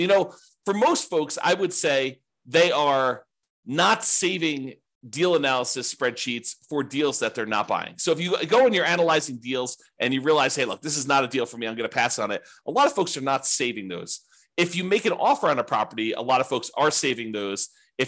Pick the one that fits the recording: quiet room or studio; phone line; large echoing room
quiet room or studio